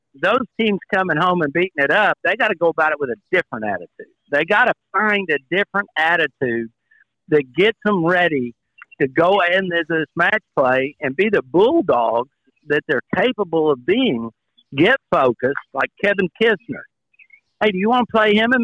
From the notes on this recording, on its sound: Live From Grayhawk! Live reaction following the match play!